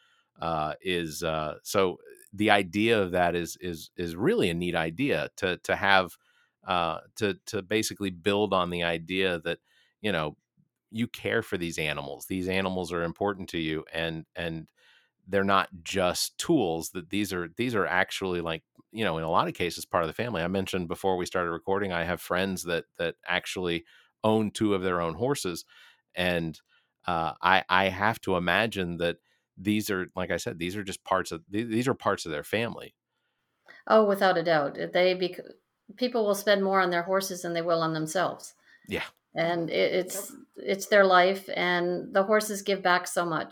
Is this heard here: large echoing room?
no